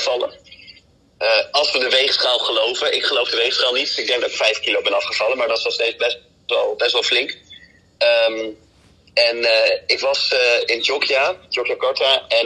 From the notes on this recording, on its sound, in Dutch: Nu met nog slechtere geluidskwaliteit.